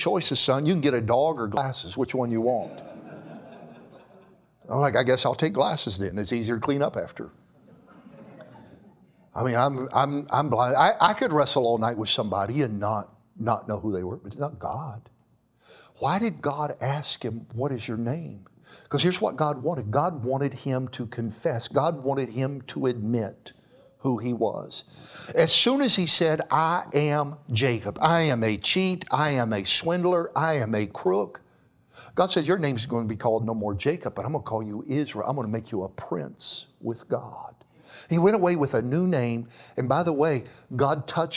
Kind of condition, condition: setting, large echoing room